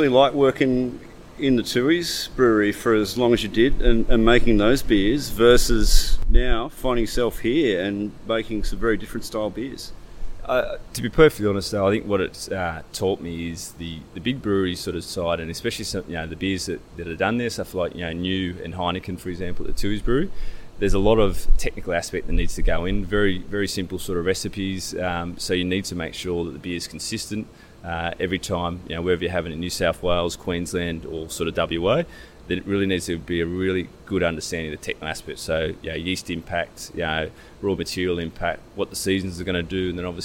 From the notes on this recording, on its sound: This interview was recording at Sydney's Malt Shovel Brewery. Thank you to the team for hosting us and some of our Sydney listeners.